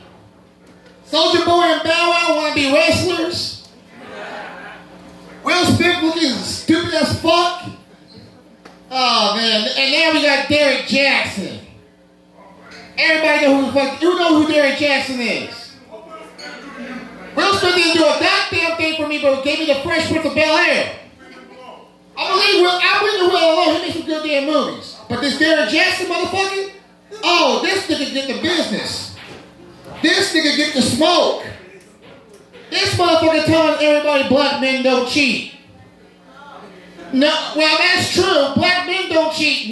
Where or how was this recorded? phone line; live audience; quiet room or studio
live audience